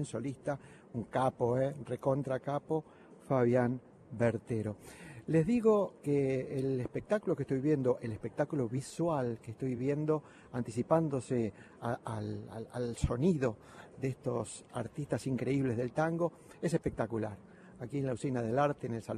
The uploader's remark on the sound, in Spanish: Transmisión del TangoBA Festival y Mundial desde la Usina del Arte.